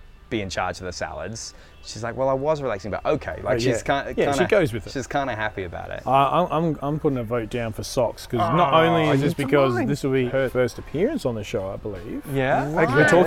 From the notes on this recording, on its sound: we record ON LOCATION at our local Hammerbarn